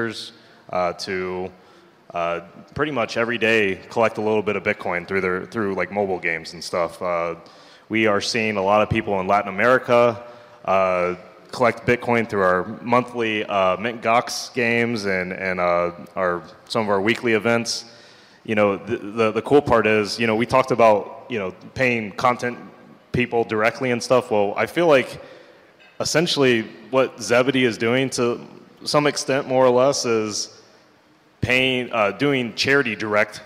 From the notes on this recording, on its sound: This is a recording of the panel discussion. At the Adopting Bitcoin conference in San Salvador in November 2021.